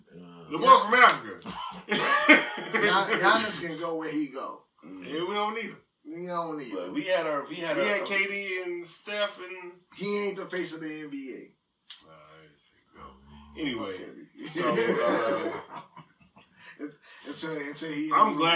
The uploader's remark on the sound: Please Excuse The Audio